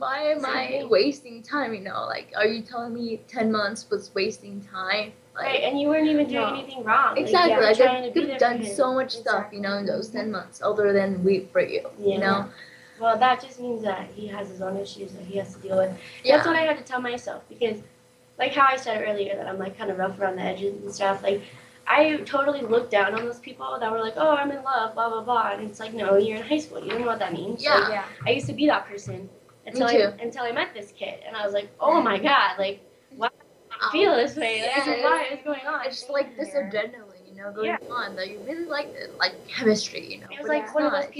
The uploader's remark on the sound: On location in a small remote town in the northern part of our state, we took our show live! The recording quality is rough and the conversation is raw as Paper Hope Street Team meets the teens and new Voice America Kids radio hosts at Round Valley High School in Eagar Arizona.